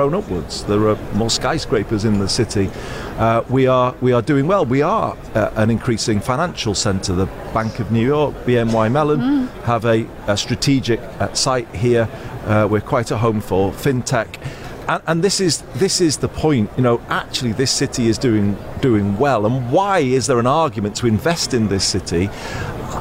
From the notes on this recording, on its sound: In this special episode from the Conservative Party conference in Manchester.